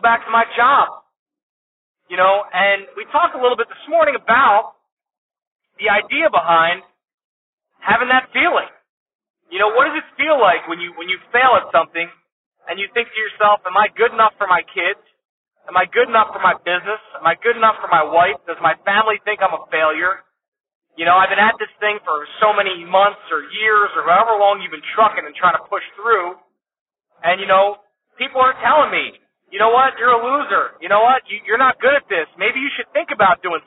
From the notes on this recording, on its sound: as I was driving this week I had some thoughts so I hit “record” and started talking to you (that’s why the audio quality is not the best)